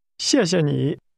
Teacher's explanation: the word for you is pronounced with a falling, rising tone